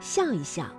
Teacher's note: 夹在叠词之间呢念成轻声